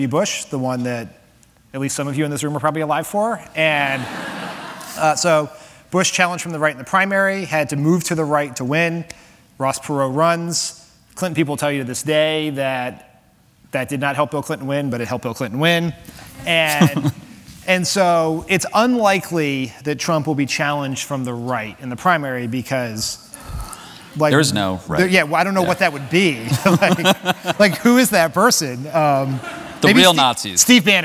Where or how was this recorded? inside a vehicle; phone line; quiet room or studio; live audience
live audience